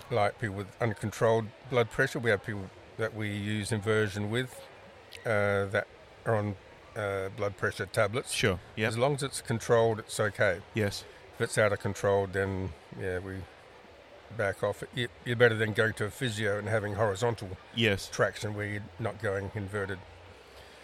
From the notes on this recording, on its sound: This is the first ever episode of the Spine Dynamex podcast recorded at the Royal Adelaide Show in 2022.